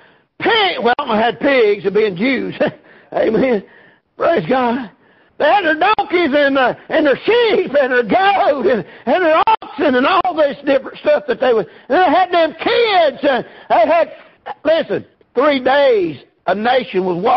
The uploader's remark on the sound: Preached at Prayer Baptist Church